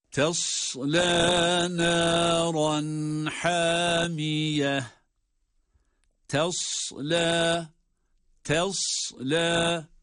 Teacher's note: ta harfi ince, sad harfi ise kalın, ince olan harfi kalın olan harfe bağlıyoruz. Tesla, tesla şeklinde, la da meddi tabi ile.